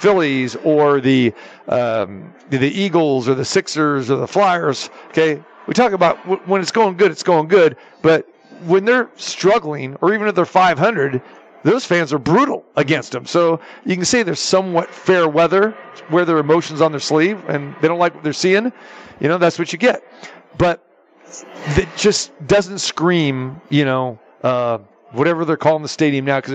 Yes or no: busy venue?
yes